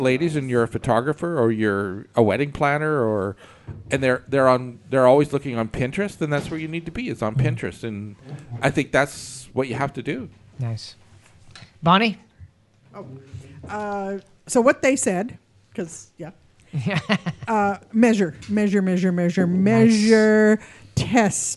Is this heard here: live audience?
yes